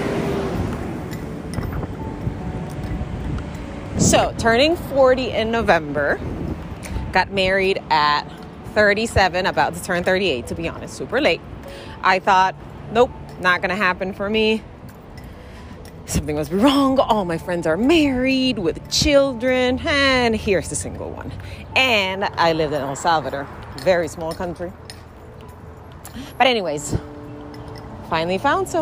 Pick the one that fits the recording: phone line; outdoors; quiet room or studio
outdoors